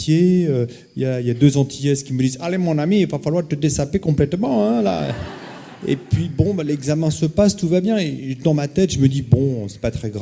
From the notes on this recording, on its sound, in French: partager cette expérience avec le public de la Veillée